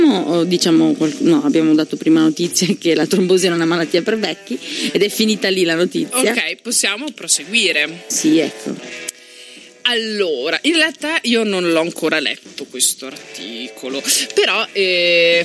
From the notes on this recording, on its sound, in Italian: Abbiamo contattato al telefono pensando di parlare privatamente con noi, e solo dopo hanno scoperto di essere in diretta!